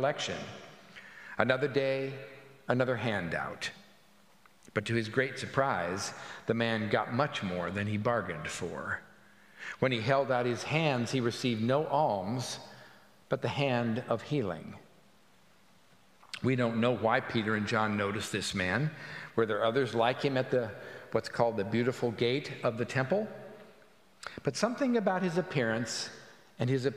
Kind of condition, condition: setting, large echoing room